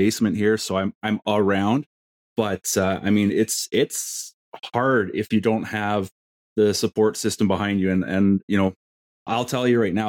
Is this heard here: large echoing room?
no